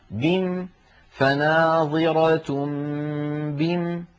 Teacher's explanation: نقف عليها بحذف الألف